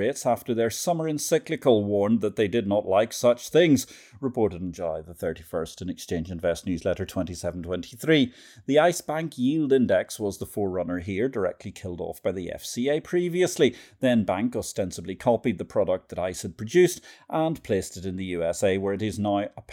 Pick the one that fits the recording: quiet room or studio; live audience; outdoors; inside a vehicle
quiet room or studio